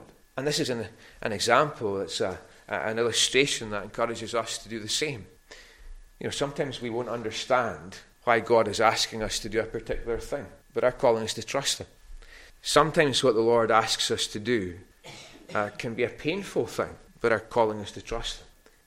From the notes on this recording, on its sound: recorded at North Harris Free Church on the evening of Sunday 20th November 2022